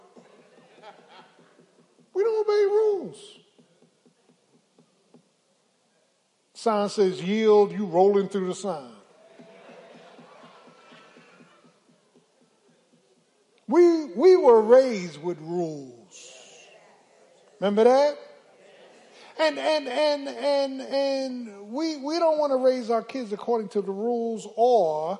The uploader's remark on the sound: Sunday Morning Service 8.6.23 - Audio